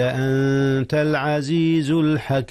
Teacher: أخفي النون في الضمير قبل التاء، والتاء من حروف الإخفاء.